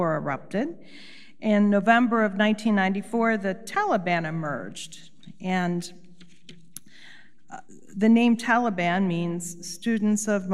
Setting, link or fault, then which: setting, large echoing room